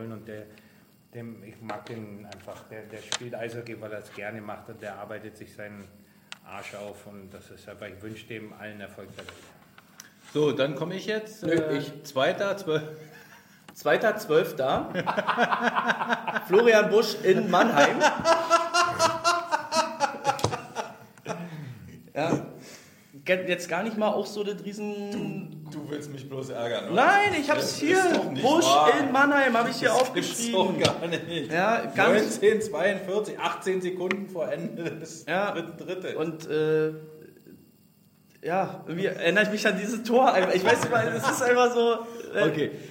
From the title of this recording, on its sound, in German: Der Livepodcast